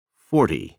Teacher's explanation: Pronounce numbers ending in TY with a D sound in the TY syllable and stress on the first syllable.